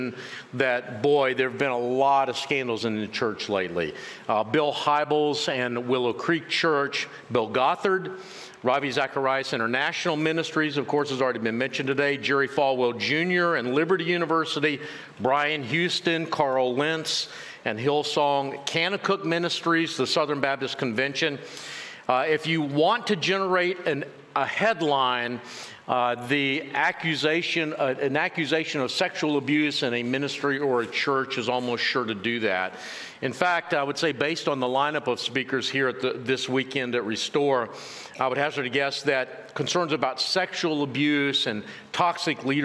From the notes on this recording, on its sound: In this session from the recent Restore Conference